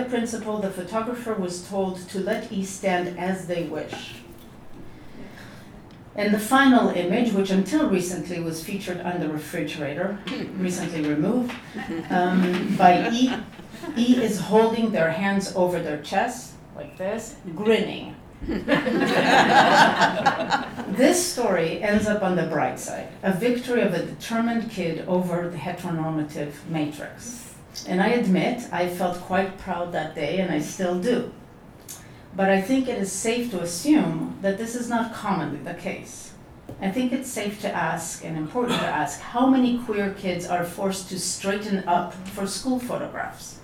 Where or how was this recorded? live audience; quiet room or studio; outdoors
live audience